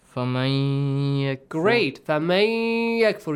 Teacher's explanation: You merge Nun into the letter Ya · Term: Idgham